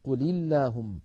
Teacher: الساكن الأول اللام الساكنة من فعل الأمر قل مع اللام من اللهم، فحرك الأول بالكسر فصارت قل اللهم · Term: التقى ساكنان